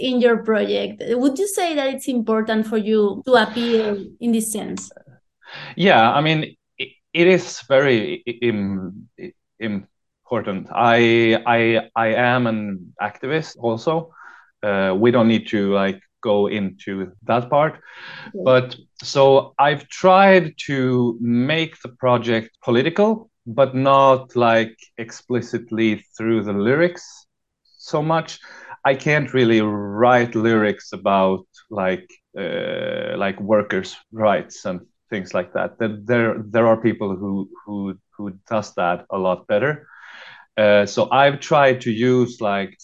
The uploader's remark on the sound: from my kitchen table, through a great Zoom conversation